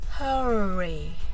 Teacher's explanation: 英語の発音はハヒフヘホのハよりもアルファベットで書いてある通り HU のローマ字読みのフに近い音になりますそして「ふ」を発音した後巻き舌をします巻いた舌先は上顎につかないようにしてくださいそれでは「hurry」だけ練習してみましょうはじめはゆっくりです hurry 次に早く hurry それでは up もつけていってみましょう Hurry up Hurry up この · 校や仕事に遅刻しそうな朝です駅のホームで同僚を発見もうすぐで電車が来そうなのにあなたの同僚はまだずっと向こうにいますねえ急いでと言いたいこれは英語で Hurry up と言います Hurry は急いで Up は上という意味ですがイメージ的にもっとというような感覚となります Hurry は実は少し難しい発音です日本語ではハリーとカタカナで書きますが英語の発音はハヒフヘホのハよりもアルファベットで書いてある通り HU のローマ字読みのフに近い音になりますそして「ふ」を発音した後巻き舌をします巻いた舌先は上顎につかないようにしてください